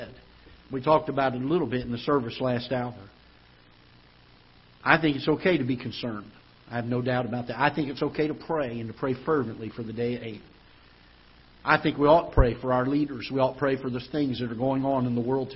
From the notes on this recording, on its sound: Ketha Heights Baptist Church ~ Live Broadcast.